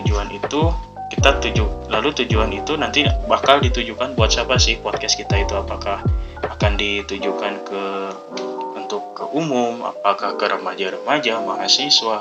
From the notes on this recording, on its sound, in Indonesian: Saya mohon maaf untuk kualitas audio yang buruk